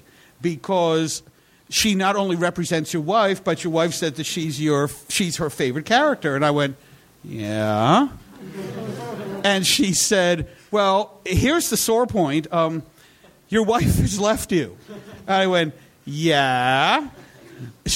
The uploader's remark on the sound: Live from NY! Recorded at 61Local in Brooklyn on October 1, 2012.